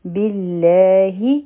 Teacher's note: لام جلاله به نری وایو او د هغې وجه دا ده چې د بادلاندې کسره ده